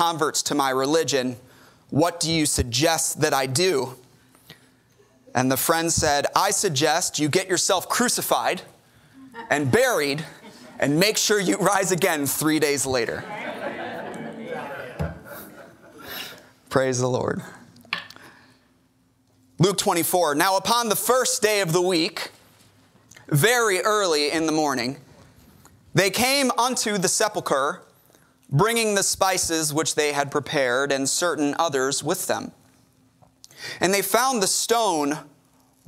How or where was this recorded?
large echoing room